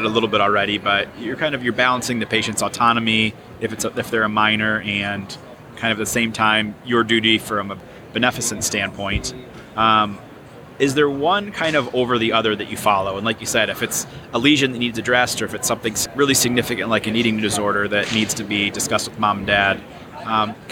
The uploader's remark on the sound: live from Smilecon